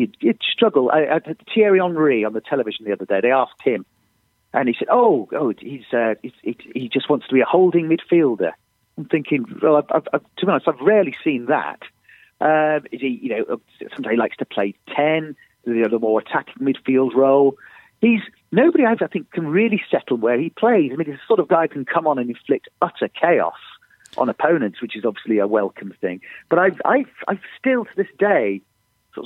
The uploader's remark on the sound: on the phone